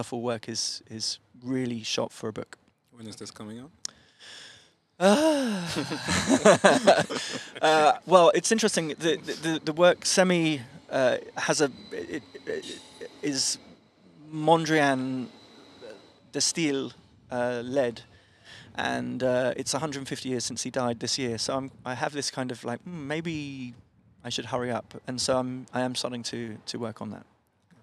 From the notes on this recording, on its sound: Recorded outside the Rotondes in Bonnevoie, our guest speaker at this year’s Luxembourg Street Photography Festival.